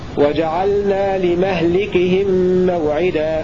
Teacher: وقرأ غيره بفتحها فتكون قراءة الوالدة في كلمة لمهلكهم ومهلك على النحو التالي روى حفص بفتح الميم وكسر اللام في الموضعين